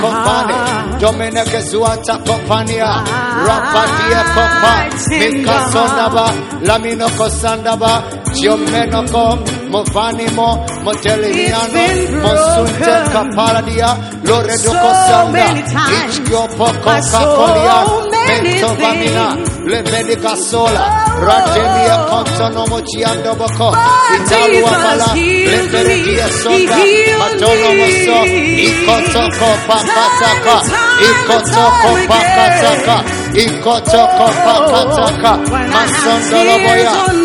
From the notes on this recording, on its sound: Preached at the Prophetic Encounter Service.